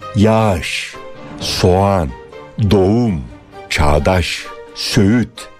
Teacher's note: Yani yumuşak G'yi söylemeyip ondan önceki ünlüyü bir değer uzatıyoruz.